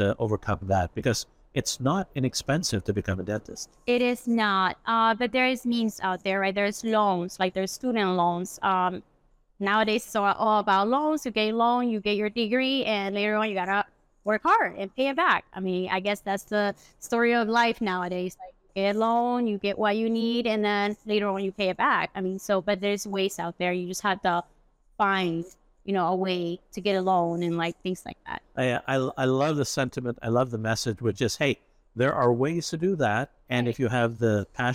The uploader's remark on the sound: live from the Chicago Midwinter Show